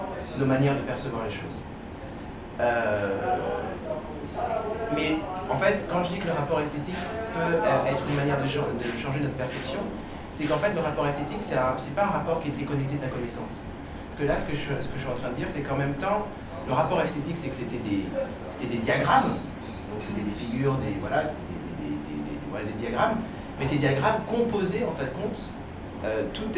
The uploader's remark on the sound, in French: L’enregistrement a eu lieu dans un restaurant parisien, ce qui expliquera la qualité du son.